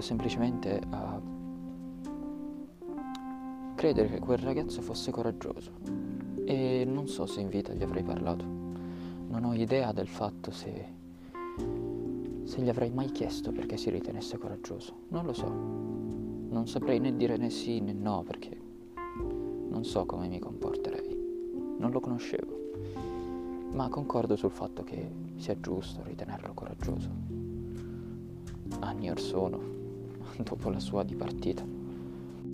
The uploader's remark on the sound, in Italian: registrato al parco